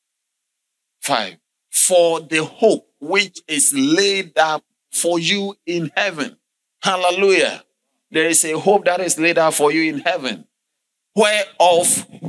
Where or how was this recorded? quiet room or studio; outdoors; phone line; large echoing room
large echoing room